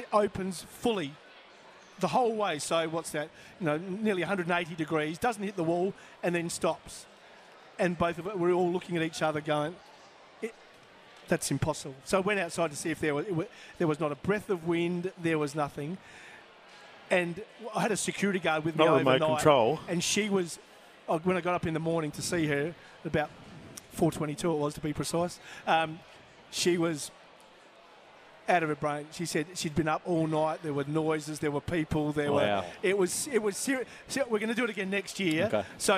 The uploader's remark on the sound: live from Angle Park for Greyhound Racing SA’s Adelaide Cup night